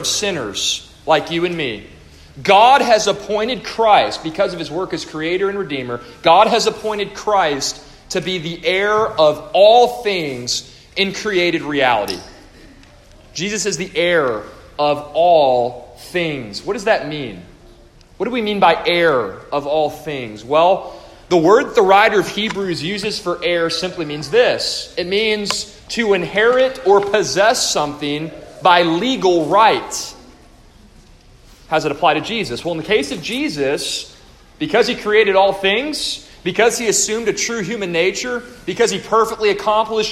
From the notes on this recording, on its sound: A devotional delivered to the faculty, parents, and students of the Co-Op hosted at First Baptist Church-Inez -Inez, Texas-.